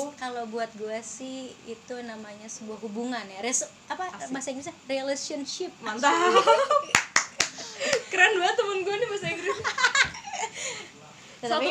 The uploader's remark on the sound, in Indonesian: kalo kalian denger noise itu suara kipas angin ya, kita ga buat podcast ditengah badai kok